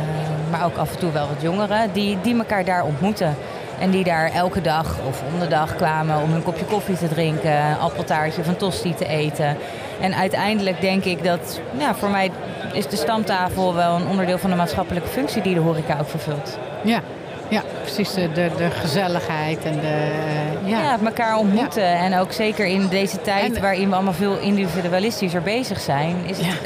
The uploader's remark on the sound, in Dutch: Seizoen 6 van De Stamtafel - Dé podcast over gastvrijheid, is opgenomen te midden van de Horecava. Met dank aan SVH voor een plekje op hun Horecava stand.